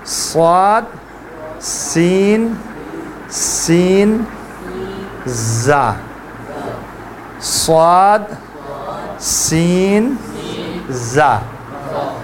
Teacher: ان تین حروف میں سیٹی کی سے آواز ہونا چاہیے, ہاں سیٹی کی سے آواز آنا چاہیے، ہاں سواد سواد